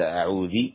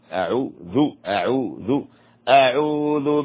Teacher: من تحقيق الهمزة ومخرج العين أعوذ، لأنهما يخرجان من الحلق · Shown in: second take